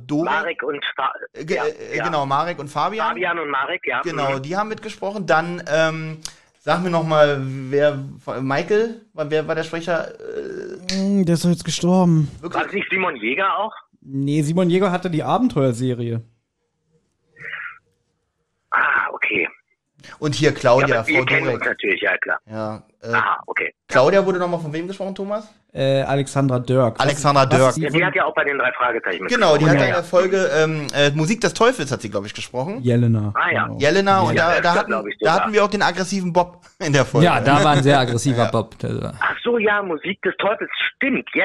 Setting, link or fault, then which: link, phone line